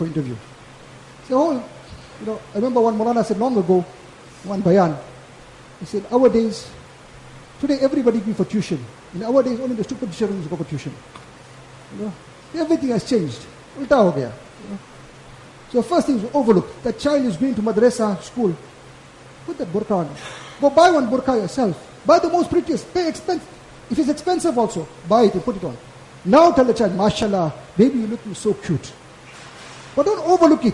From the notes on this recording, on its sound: Jumuah lecture